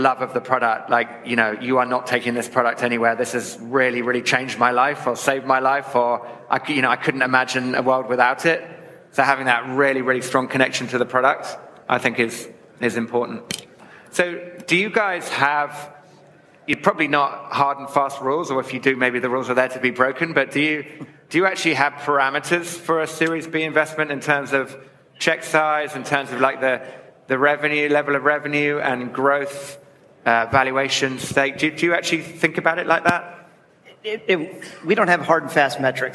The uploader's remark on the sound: We take you back to the SaaStock18 stage for a panel discussion on what growth investors look for.